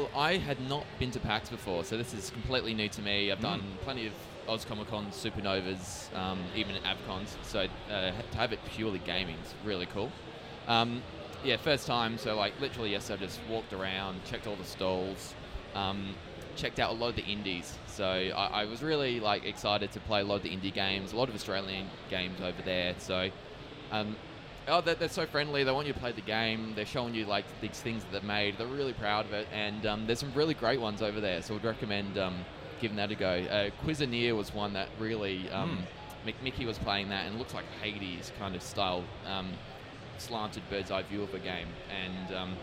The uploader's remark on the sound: PAX Australia 2022 returned for the first time since 2019 and of course we carried on the annual Audio-Technica booth recording at the convention!